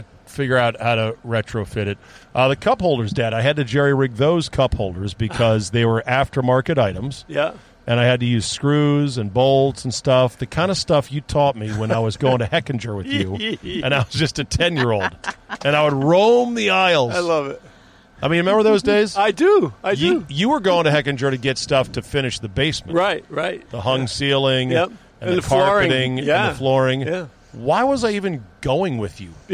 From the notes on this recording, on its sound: an interview in the van